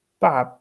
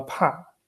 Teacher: 爸就是不送气的清音，怕就是送气的清音